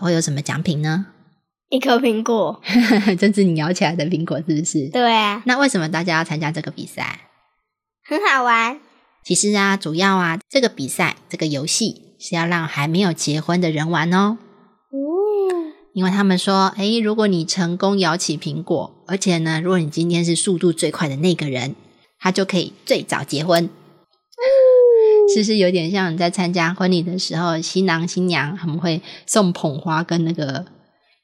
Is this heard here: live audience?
no